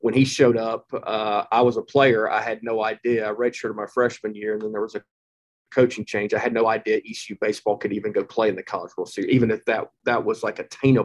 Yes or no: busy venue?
no